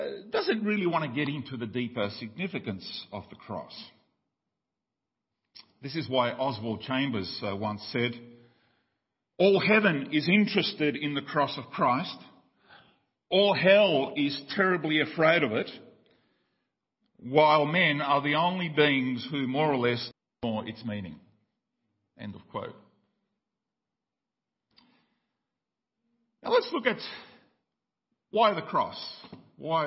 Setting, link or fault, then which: setting, large echoing room